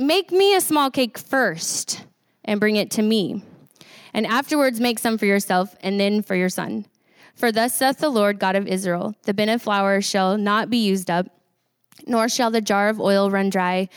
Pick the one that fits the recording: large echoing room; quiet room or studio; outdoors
large echoing room